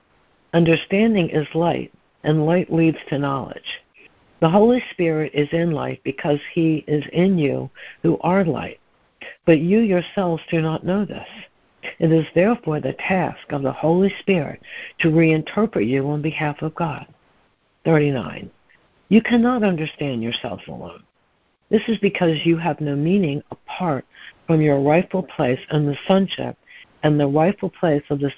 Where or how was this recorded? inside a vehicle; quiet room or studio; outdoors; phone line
phone line